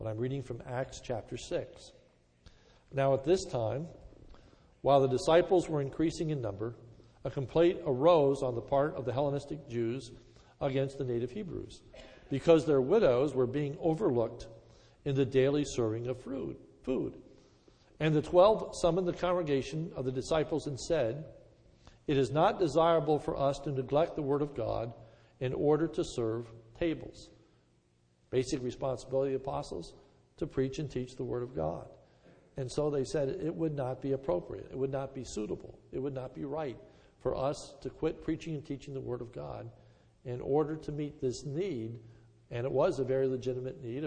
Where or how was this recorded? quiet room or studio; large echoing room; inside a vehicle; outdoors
large echoing room